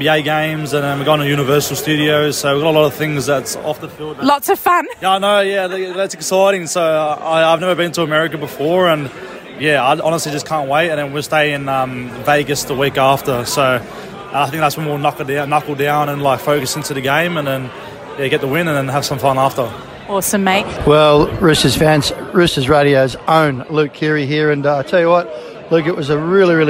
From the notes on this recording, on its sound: In this week's episode we caught up with some of our star players live from the season launch for 2024.